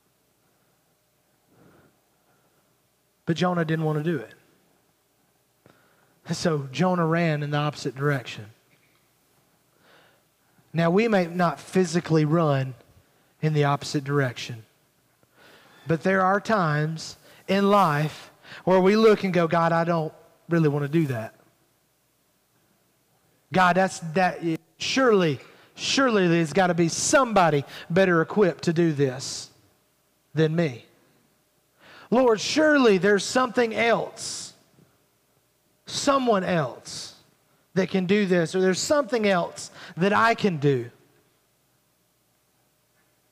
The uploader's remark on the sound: Recorded at Highland Baptist Church Molino FL.